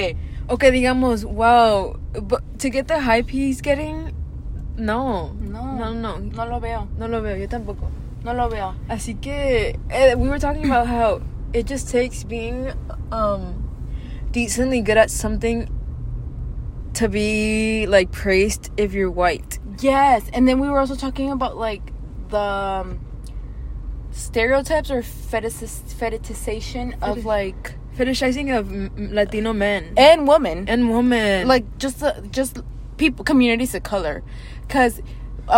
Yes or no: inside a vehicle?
yes